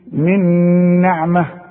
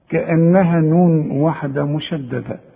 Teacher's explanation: خلاص كمان مثال اخر برضو، نون ساكنة بعدها نون متحركة والنون من حروف الادغام الستة، تقول ايه من نعمة، شوف من نعمة كأنها نون واحدة مشددة، شوف من نعمة ولا بد انك تغنها